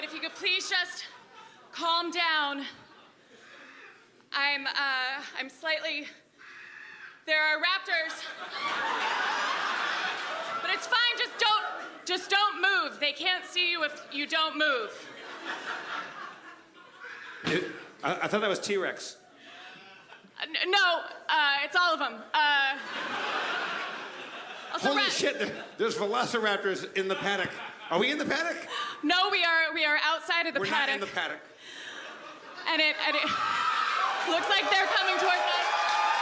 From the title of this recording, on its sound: LIVE from The Tin Roof in San Diego 2015